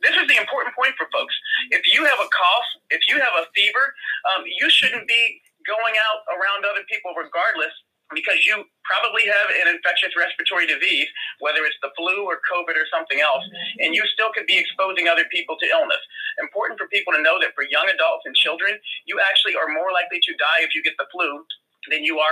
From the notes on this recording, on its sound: Naacp along with government officials addressing concerns about the Corona Virus via conference call. I was invited to the call and decided it was a good Idea to share the information with my listeners.